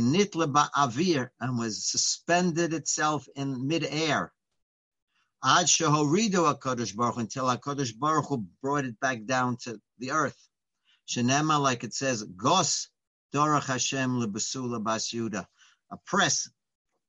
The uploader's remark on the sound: Live On Zoom: 7-14-2020